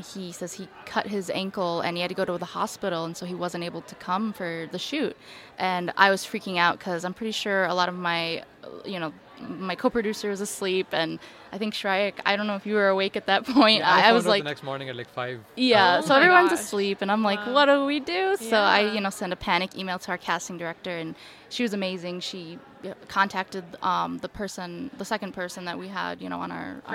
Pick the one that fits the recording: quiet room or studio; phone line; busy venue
busy venue